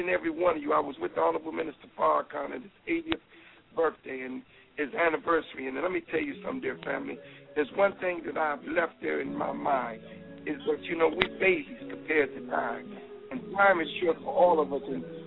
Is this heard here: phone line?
yes